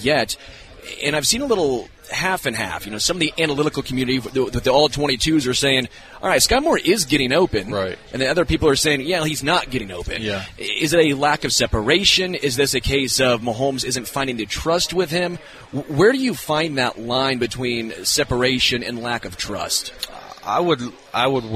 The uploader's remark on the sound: LIVE from Hollywood Casino!